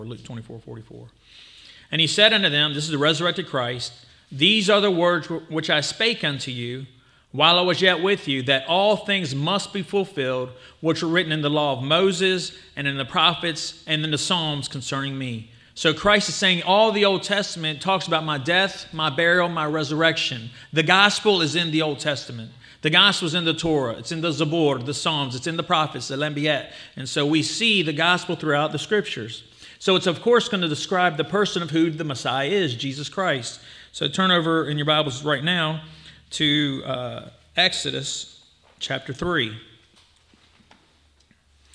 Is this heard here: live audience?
yes